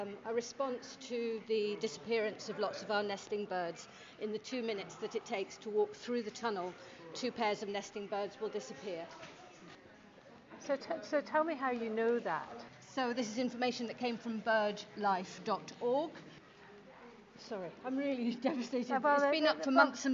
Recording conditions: outdoors